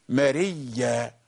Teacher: أبدلت الهمزة ياء فالتقت بالياء التي قبلها، فأدغمنا الياءين فأصبح هناك تشديد